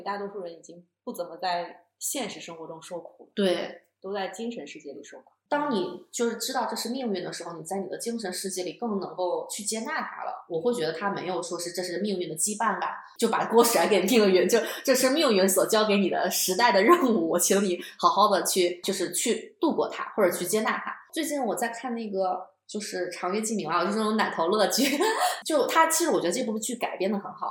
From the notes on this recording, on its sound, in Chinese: 音质依旧有点飘忽不定，但目前已经斥巨资在改善录音设备了。